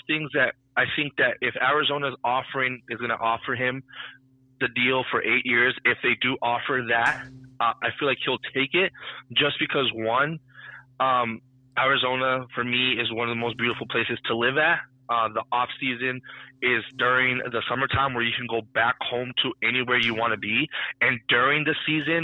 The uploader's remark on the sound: The team calls in from remote locations